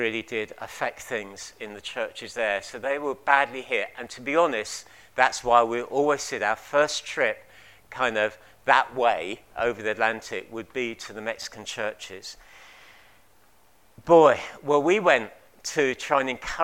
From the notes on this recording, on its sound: At King's Church, Cockermouth, as an audio file.